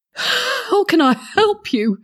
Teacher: Me being a bit breathy there.